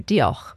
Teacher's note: With a little bit of a guttural h at the end. Diolch. And we shouldn't be shy about the guttural stuff.